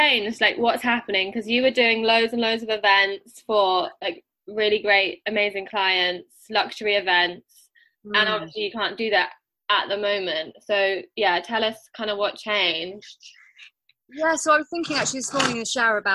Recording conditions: video call